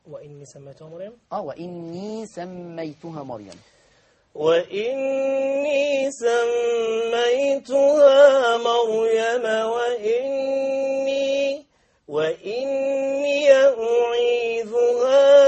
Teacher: من الشيطان الرجيم أحسنت أنت لما وقفت قلت وإني عشان تبين أن الياء ساكنة في الوقف لكن مفتوحة في الوصل